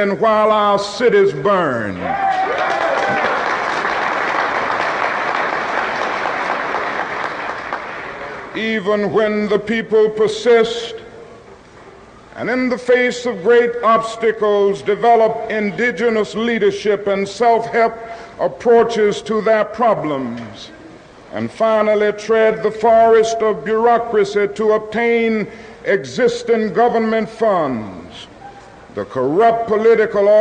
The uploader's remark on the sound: delivered this speech in 1967 at the first and only National Conference for New Politics